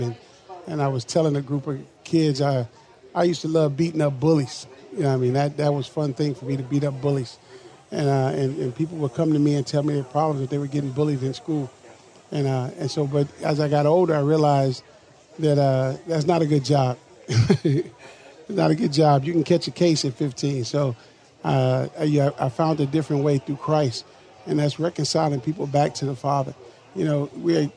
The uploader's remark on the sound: LIVE from the MN State Fair